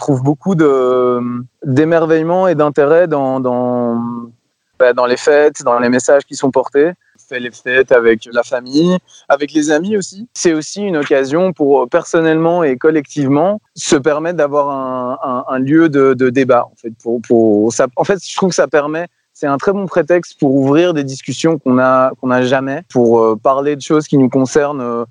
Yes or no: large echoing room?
no